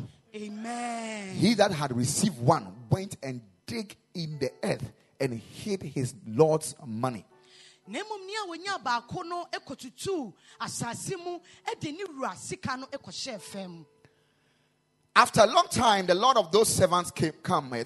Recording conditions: large echoing room